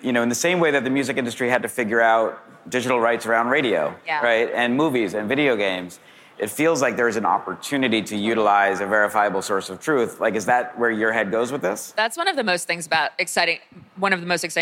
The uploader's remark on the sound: Recorded live at Consensus 2023 in Austin, Texas.